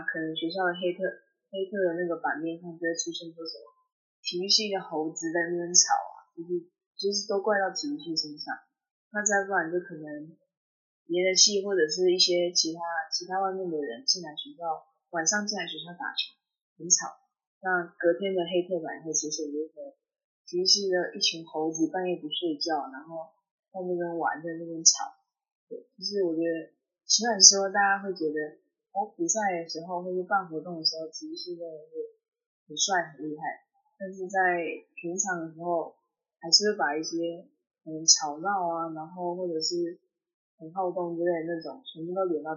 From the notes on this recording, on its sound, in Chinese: 本集因受收音影響，故雜音較多，敬請見諒。